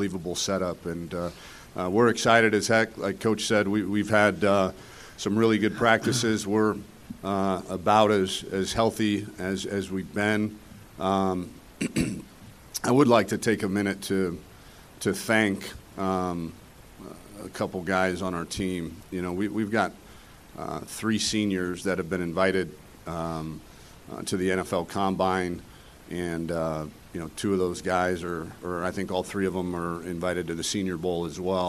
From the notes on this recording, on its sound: press conference ahead of the Valero Alamo Bowl Tuesday night